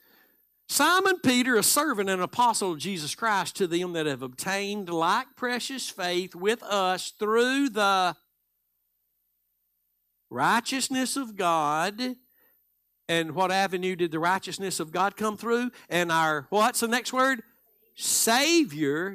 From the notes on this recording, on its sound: Live Sunday Morning Service